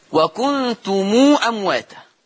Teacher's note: قرأ ورش بصلة ميم الجمع، ليه؟ ادي ميم وراها همزة